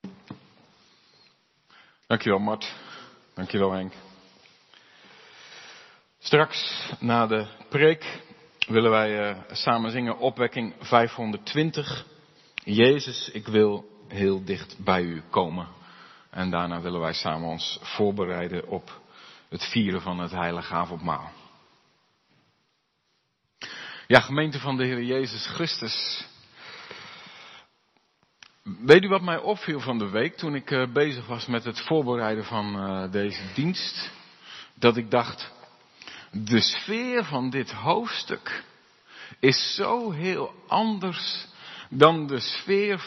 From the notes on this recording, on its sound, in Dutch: De preek is op 25 september 2022 opgenomen in de De Hoeksteen in Haren.